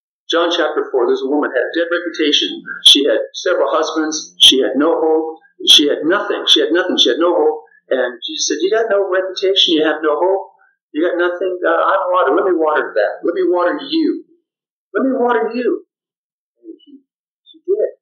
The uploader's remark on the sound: Sorry for the poor audio quality!